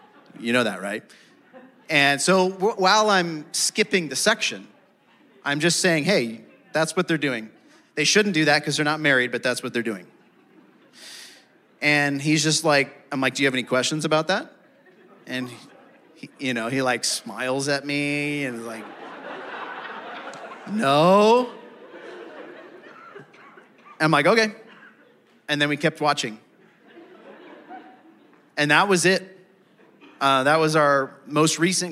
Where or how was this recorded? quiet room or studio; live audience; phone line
live audience